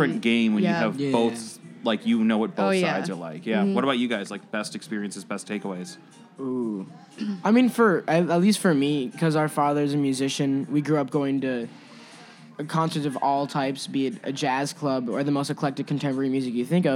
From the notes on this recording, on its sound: broadcast live at Virgin Hotels